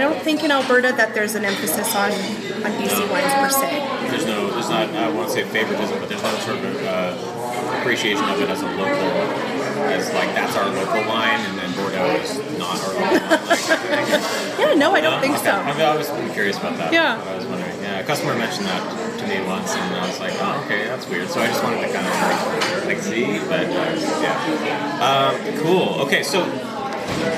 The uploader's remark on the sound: Unfortunately, our recording location at the Beanery Café in Summerland was a little on the noisy side so the audio quality is a little less than stellar for this podcast.